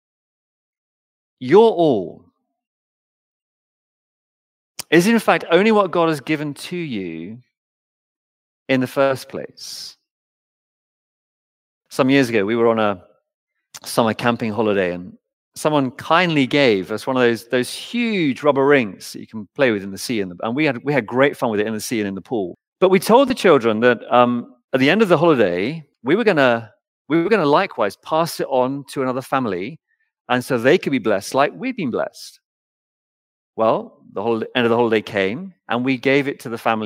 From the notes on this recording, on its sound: Recorded Live stream Sermon from Binscombe Church (BWS) 28th January 2024